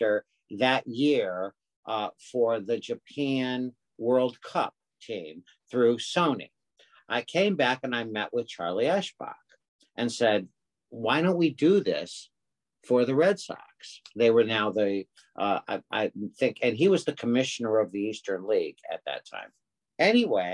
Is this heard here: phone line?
no